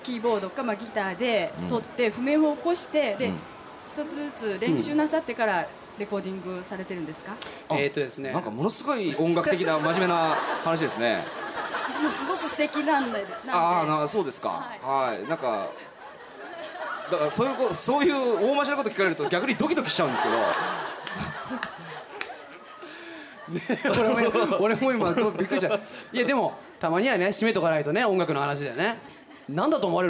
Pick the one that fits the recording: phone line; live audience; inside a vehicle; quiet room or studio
live audience